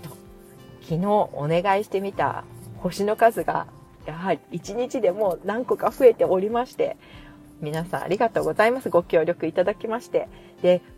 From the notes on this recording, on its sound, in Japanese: お聞き苦しい雑音すみません。雑音注意。